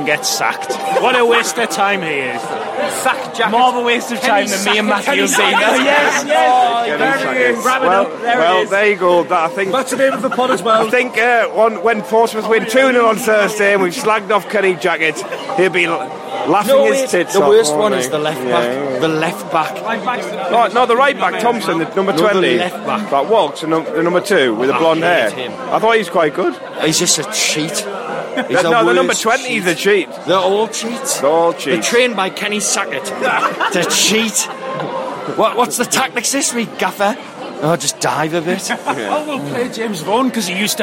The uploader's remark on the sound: met at the Hilton